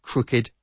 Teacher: Pero siempre pronunciamos la ED como sílaba aparte